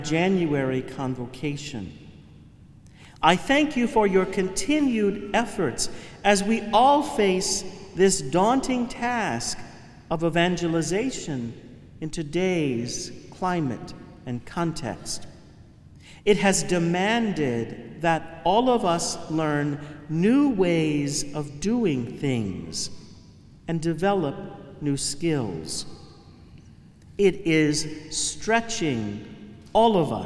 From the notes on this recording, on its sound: Homily from the Chrism Mass 2019. Cathedral of St.